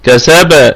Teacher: اصطدام سريع جدا، فهذه تسمى قلقلة وسطى